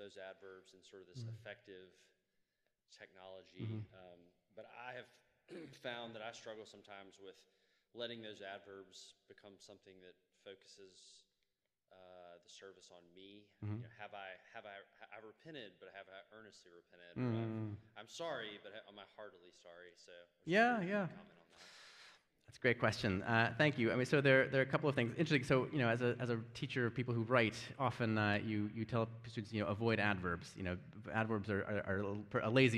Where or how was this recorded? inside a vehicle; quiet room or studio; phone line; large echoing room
large echoing room